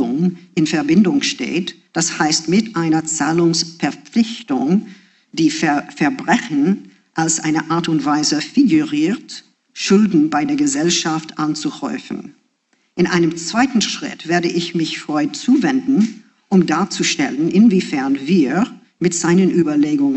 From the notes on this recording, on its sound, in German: Einen Vortrag im Audimax der Wiener Universität. Zu hören ist ein Mitschnitt der Veranstaltung in deutscher Sprache.